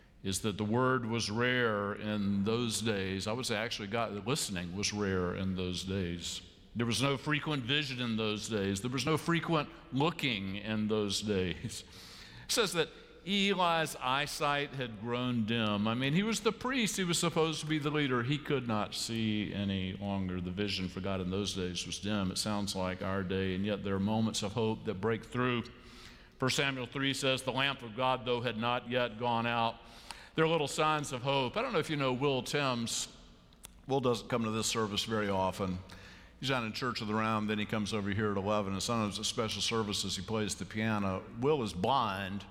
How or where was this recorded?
large echoing room